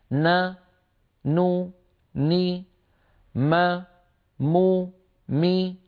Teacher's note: كل ما رأينا نون متحركة ميم متحركة فغنتها أقصر ما تكون